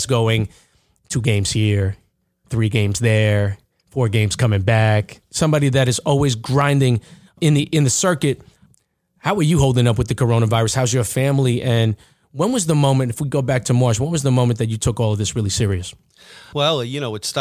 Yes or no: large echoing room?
no